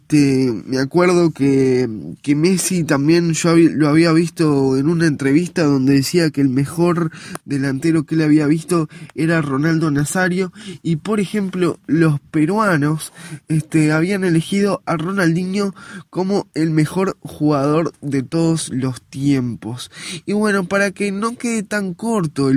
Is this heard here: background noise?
no